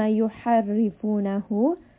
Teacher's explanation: ح is from the throat, را is light.